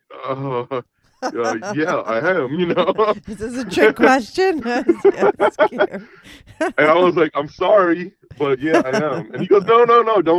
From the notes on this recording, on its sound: he called in to talk all about it